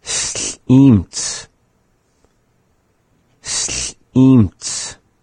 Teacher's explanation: the pause is happening before the vowel, which the vowel in this is E